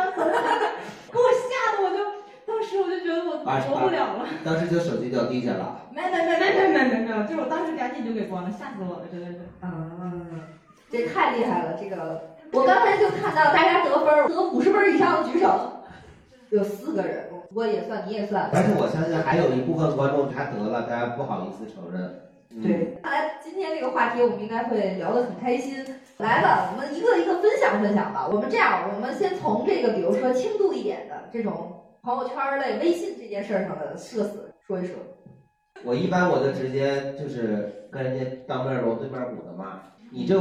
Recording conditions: poor microphone